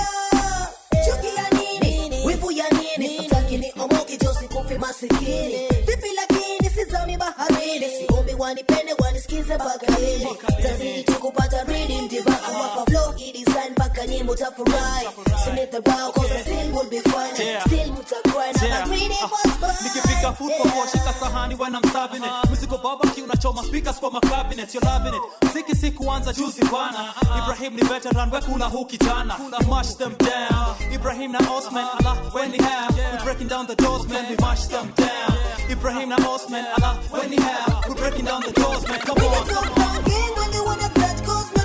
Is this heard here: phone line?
no